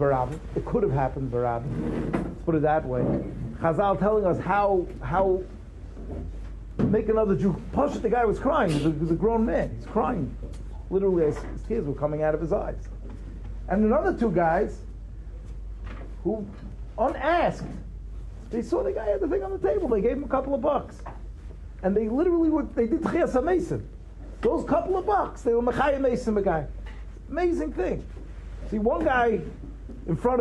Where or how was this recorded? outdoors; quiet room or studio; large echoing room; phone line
large echoing room